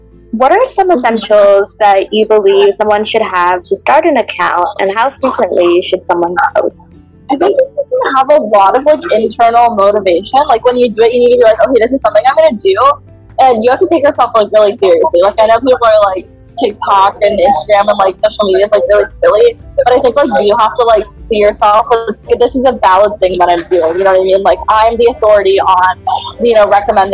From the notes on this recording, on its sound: apologies for the background noise in this episode